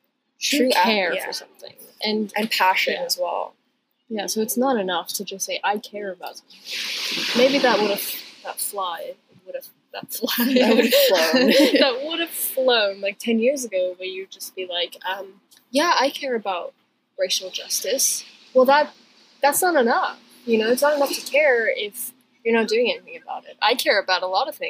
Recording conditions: poor sound quality